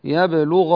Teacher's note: حافظ لي على تفخيم الغين، الغين المفتوحة مفخمة يبلغ، ولا سيما أن بعدها الألف، يعني هذه في المرتبة الأولى يبلغ هكذا.